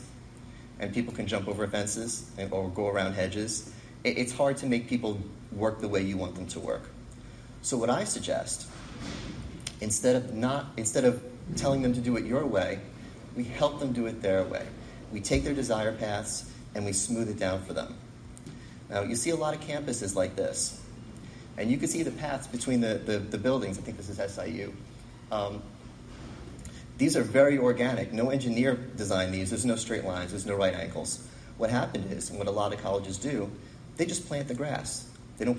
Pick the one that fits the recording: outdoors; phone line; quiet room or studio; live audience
live audience